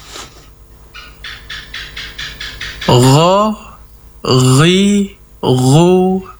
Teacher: Kemudian huruf gha diperjelas sifat isti'la'nya, kemudian sifat rukhawanya, mengalirnya suara.